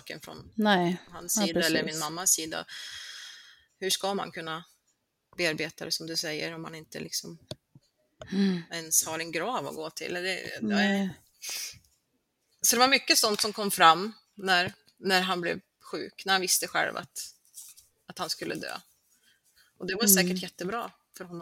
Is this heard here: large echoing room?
no